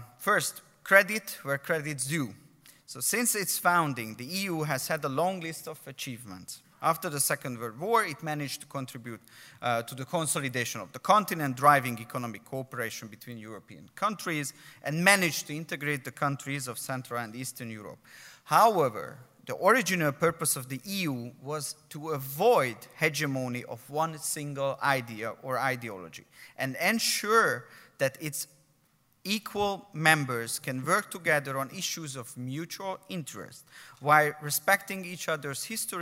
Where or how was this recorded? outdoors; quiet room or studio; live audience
live audience